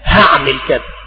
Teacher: يقال مثلا رايح أعمل كذا وراح أعمل كذا ثم هعمل كذا، والعامة المصريون قوم ذو حيل فجعلوا الحاء هاء هعمل كذا، والشيخ الدسوقي رحمه الله لم يلتفت لذلك وعاد الأمر